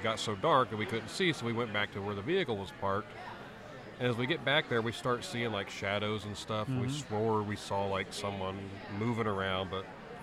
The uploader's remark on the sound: This episode is a special edition coming live from the ParaUnity Convention at Miami County 4H Fairgrounds in Peru, IN. We are joined by several guests from local investigation groups.